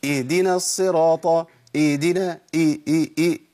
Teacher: او اسمعوا النطق الخطا الثاني، اهدنا الصراط، اهدنا اهدنا، كاني بعمل ايه؟ كاني بأبدل الهاء بهمزه